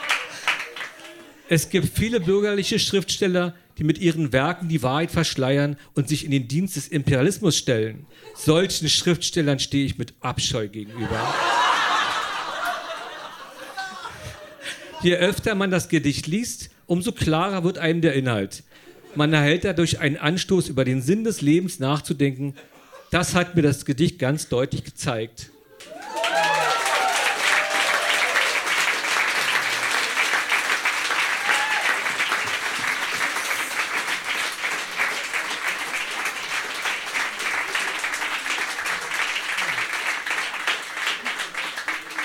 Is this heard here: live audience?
yes